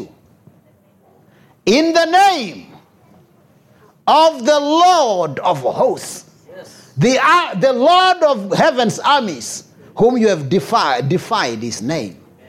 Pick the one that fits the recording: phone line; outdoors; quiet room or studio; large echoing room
large echoing room